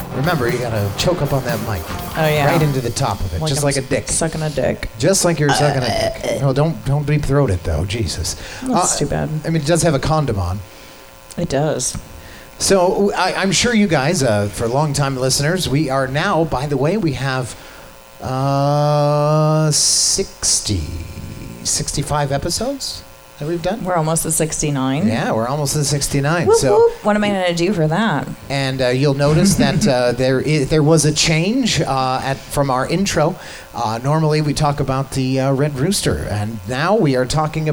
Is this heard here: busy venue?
yes